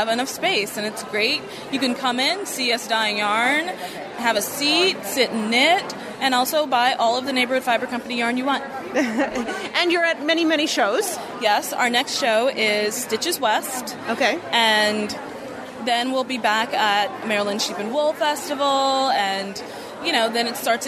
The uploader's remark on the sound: takes you to the 2016 New York Vogue Knitting Live event